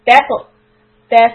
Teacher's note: تا soft and طا قلقلة